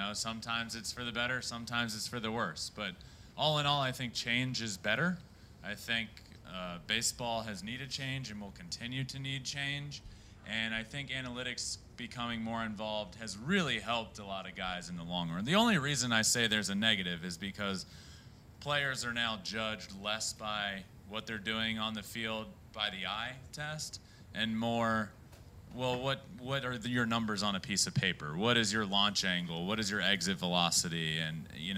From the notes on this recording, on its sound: Q&A IN TOKYO, JAPAN. A Q&A with a live audience.